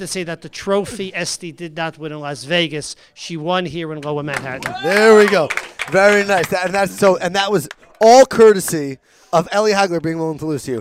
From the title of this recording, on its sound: Live from the OU- Table Tennis Tournament